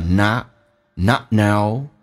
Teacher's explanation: not 的 t 不用发音，这叫略音，因为后面是以辅音开头，关键是不用发音，但气流要阻塞一下，因为 t 前面是一个元音，叫 not know the value oftime。